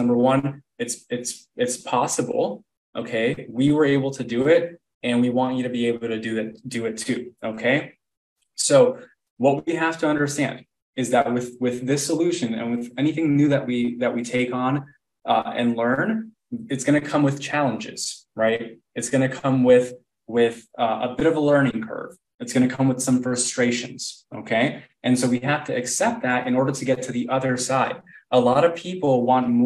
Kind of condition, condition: link, video call